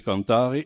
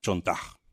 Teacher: vous avez le passage de Cantare à Chantar, avec donc ce qu'on en appelle vulgairement une palatalisation